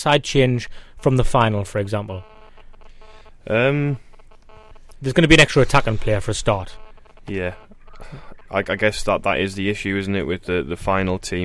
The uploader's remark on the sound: Joining us in the studio. On the phone.